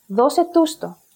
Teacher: the stress of the last pronoun, which is to, moves to the previous syllable, which is the pronoun tus. The logic is that the basic stress of the word dose is more than three syllables away from the end of this group, that is closely pronounced as if it's one word, breaking the golden rule I mentioned at the beginning. · Term: enklesis